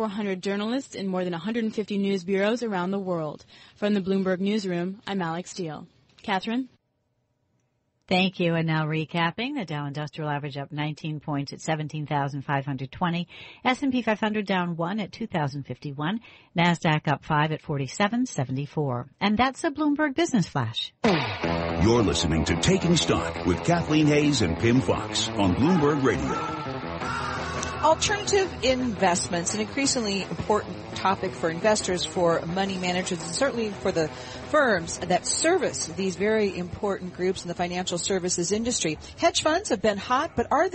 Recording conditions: busy venue